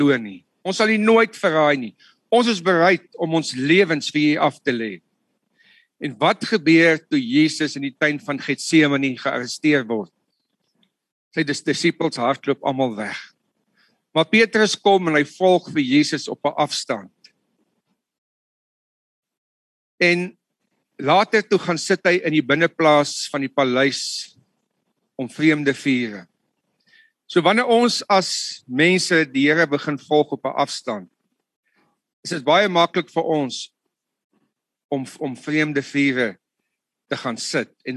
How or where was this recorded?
video call